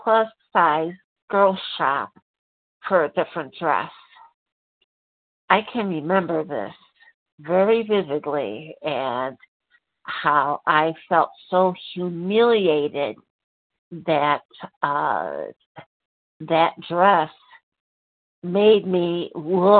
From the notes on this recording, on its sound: 100 Pounders Phone Meeting